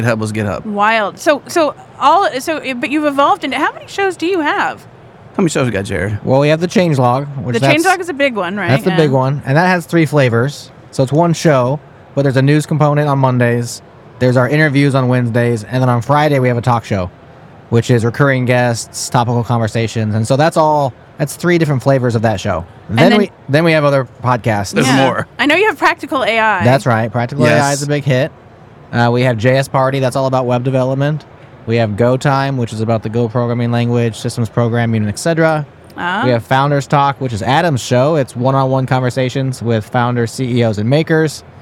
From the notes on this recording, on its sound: Amid the bustling atmosphere of KubeCon